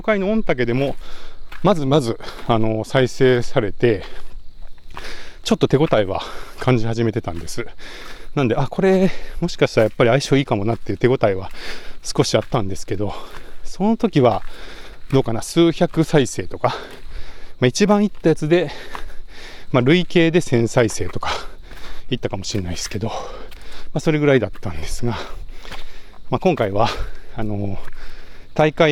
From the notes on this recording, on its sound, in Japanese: LAKE BIWA 100というトレランレースに行って、たくさん音声を収録し、 IBUKI STATION で配信をやってきました。鈴鹿山脈を進むトップ選手の実走インタビュー！M2を持ちながら走って録ったエピソード。